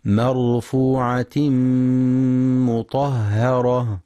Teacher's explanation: وينتبه للإدغام بغنة في مرفوعة مطهرة، فالغنة في المدغم أكمل ما تكون